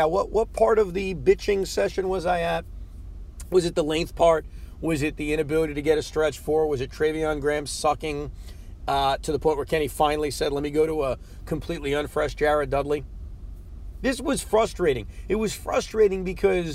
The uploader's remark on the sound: While driving home from Barclays Center.